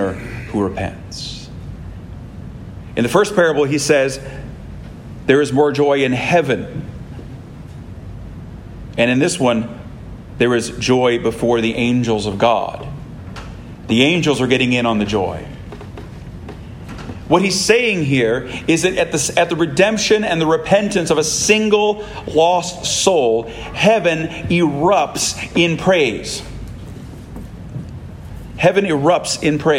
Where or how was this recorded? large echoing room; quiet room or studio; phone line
large echoing room